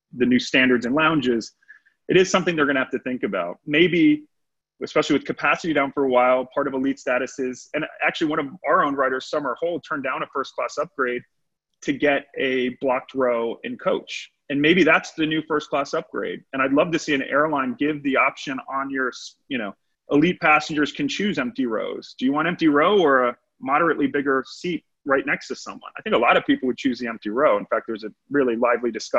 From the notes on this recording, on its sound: At the Travel Loyalty Online Summit on July 16, 2020, Skift Aviation Business Editor Zoomed